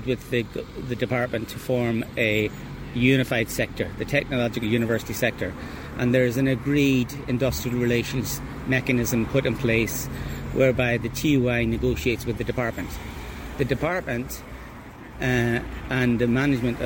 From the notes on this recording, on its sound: Small group of lecturers gather outside ATU Galway as part of national protest. Spoke to these lecturers outside ATU.